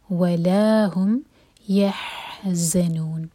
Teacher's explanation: हा हलक से और ज़ा बजिंग साउंड के साथ